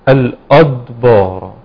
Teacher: يفخم الهمزه وما يقلقلش الدال ويفخم الباء